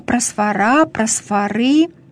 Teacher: Просфора, ударение на последний слог